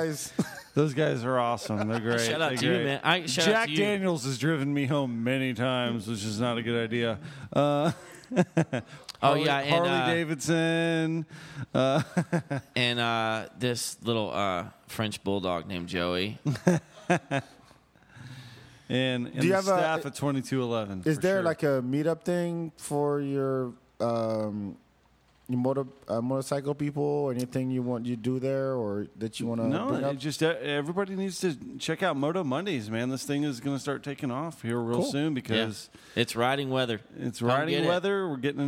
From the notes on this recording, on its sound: We recorded this episode at Bar 2211. By the way, we recorded this episode at Bar 2211.